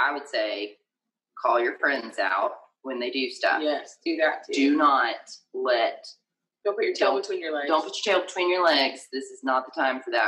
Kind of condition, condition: fault, poor sound quality